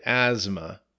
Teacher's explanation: The T-H is silent in this, and it almost sounds like a Z a little bit